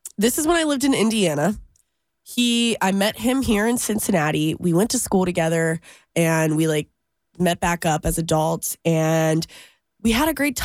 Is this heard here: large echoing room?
no